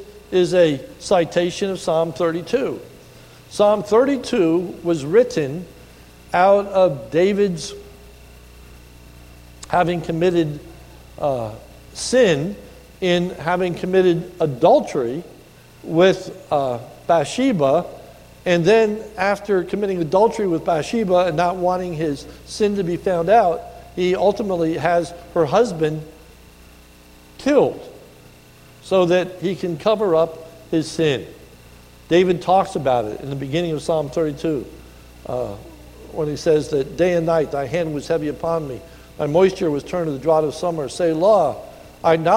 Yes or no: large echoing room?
yes